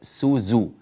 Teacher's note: السين تخرج يخرج معها نفس والزاي لا يخرج معها نفس أو هواء يعني همس